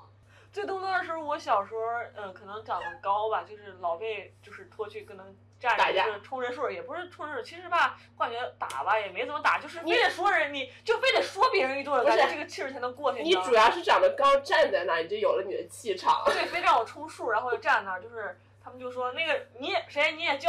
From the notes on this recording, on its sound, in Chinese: 本期音质有点炸，请大家多多包涵